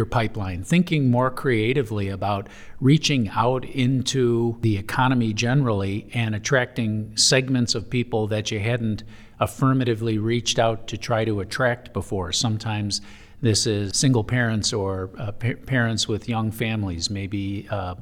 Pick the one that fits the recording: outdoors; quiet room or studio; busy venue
busy venue